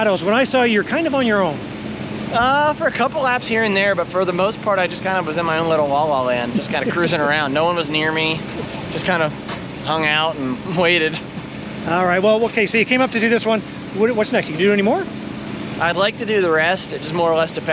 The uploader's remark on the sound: Walk And Talk | 2023 Canadian Motocross Nationals at Sand Del Lee